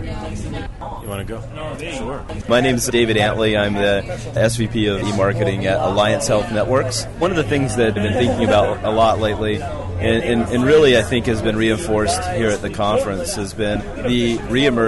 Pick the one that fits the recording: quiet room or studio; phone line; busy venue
busy venue